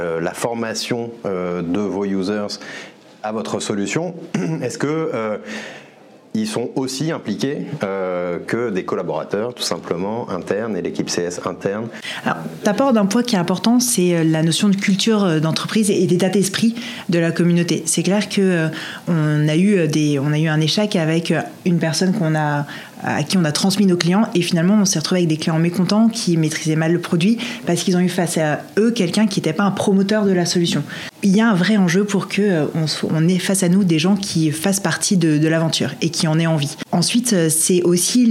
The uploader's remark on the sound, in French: Une édition spéciale, enregistrée depuis le salon Engage Paris. Une édition spéciale, enregistrée depuis le salon Engage Paris.